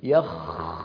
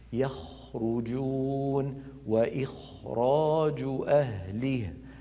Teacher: فهكذا هو صوت الخاء، مستعل مفخم، خاء مهموس، رخو · Shown in: second take